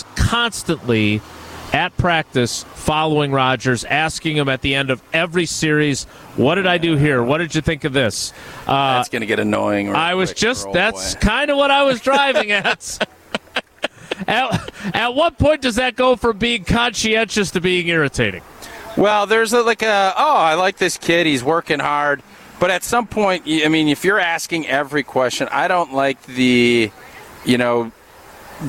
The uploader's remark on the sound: live from Brat Bash 2022 at Zimbrick Chevrolet in Sun Prairie